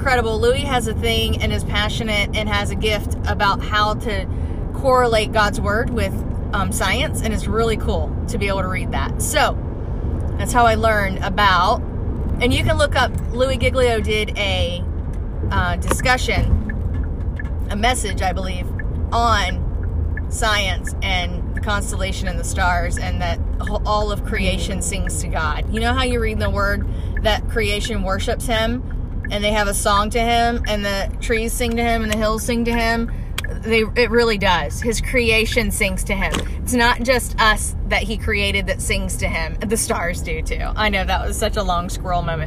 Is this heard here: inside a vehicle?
yes